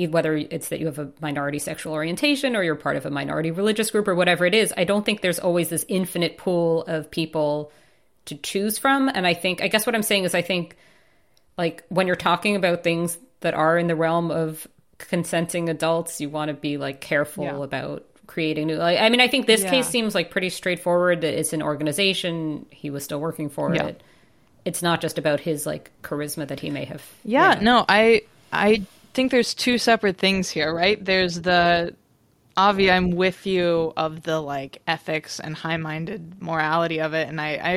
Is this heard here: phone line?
no